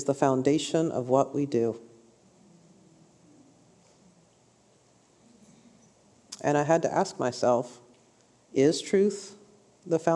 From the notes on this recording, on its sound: a highlight session from this year’s Restore Conference